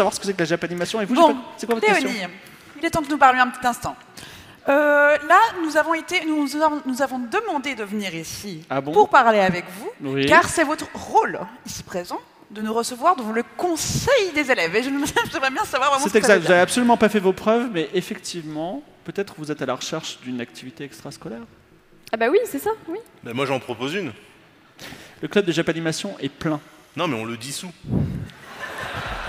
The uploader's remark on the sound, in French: L’équipe Game of Rôles est reçu par Polymanga pour faire, en public.